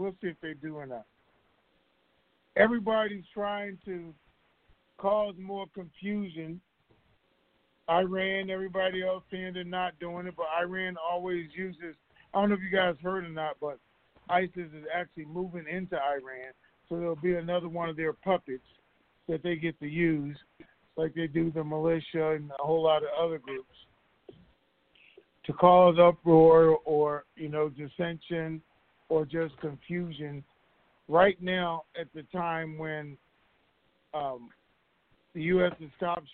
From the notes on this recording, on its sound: TNTSuperfantastic Conference Call